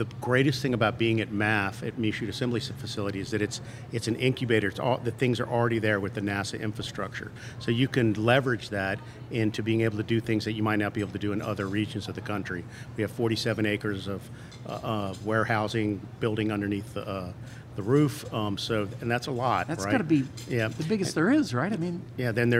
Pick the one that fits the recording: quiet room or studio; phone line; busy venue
busy venue